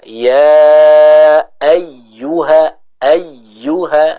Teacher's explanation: ketika ada huruf ya yang bertasydid, maka cara membacanya adalah dengan ditekan